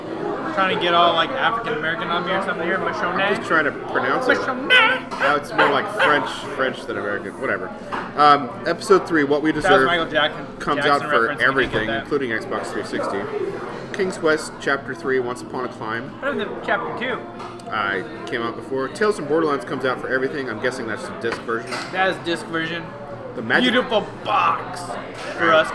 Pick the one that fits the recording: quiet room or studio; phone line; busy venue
busy venue